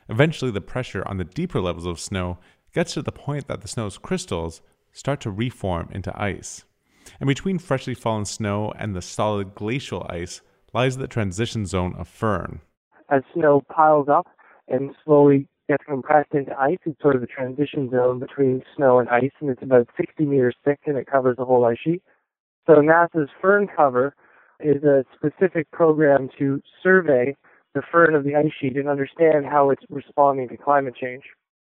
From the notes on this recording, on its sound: we got a hold of him by satellite phone as he was in Greenland on a 36 day research expedition led by NASA